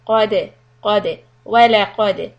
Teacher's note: qaf will be heavy, dal soft, so transition your lips from qa to a smiling shape.